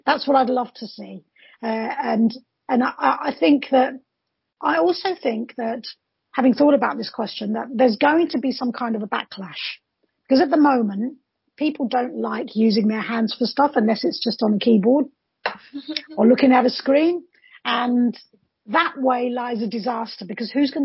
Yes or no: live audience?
no